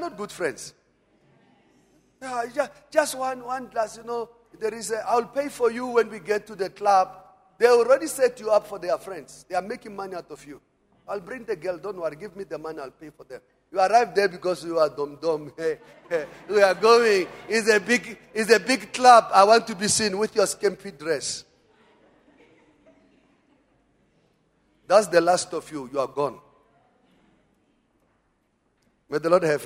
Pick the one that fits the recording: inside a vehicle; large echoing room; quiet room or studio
large echoing room